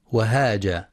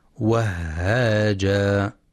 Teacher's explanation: وبعضهم يقرأ وهاجا بدون تشديد الهاء وهاجا، والصواب تشديدها وهاجا مع مراعاة الهمس · Shown in: second take